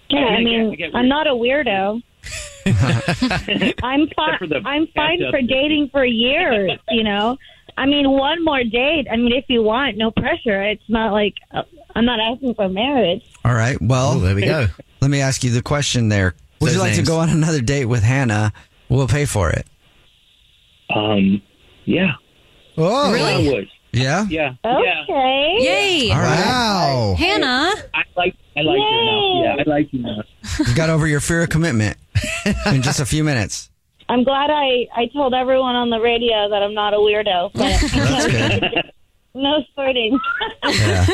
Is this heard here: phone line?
yes